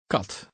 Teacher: The Dutch K is softer than the English K and sounds like a cross between the English K and G.